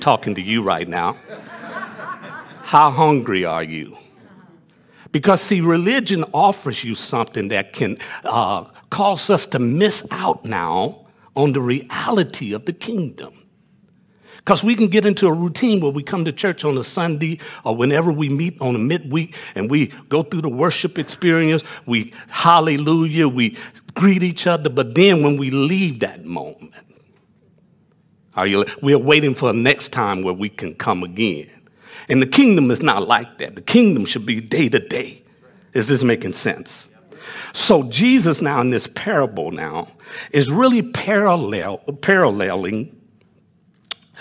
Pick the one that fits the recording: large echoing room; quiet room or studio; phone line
large echoing room